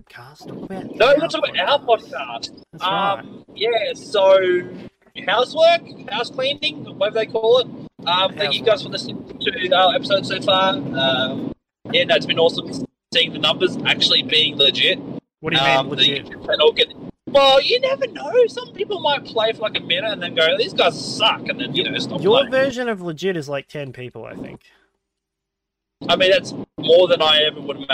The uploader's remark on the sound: Car Edition